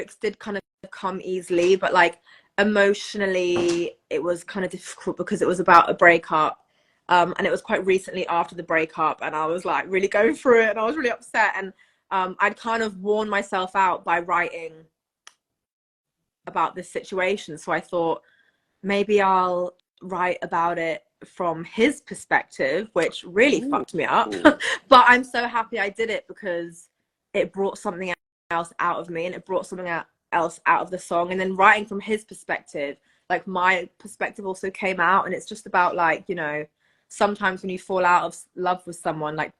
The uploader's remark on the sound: during an Instagram live on September 26